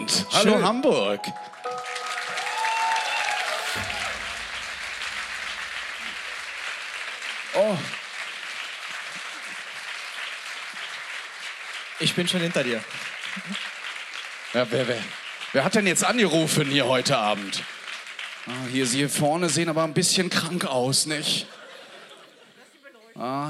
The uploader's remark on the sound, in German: Live aus Hamburg